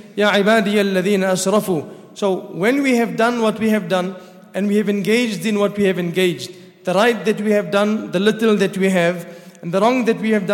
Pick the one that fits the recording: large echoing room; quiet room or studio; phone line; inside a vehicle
large echoing room